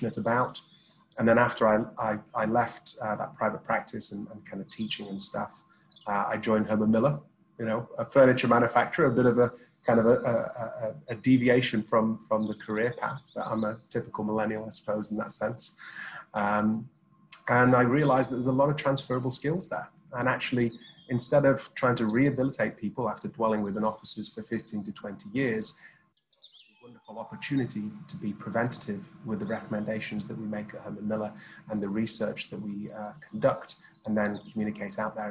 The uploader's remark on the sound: Filmed over Zoom between the UK and Dubai.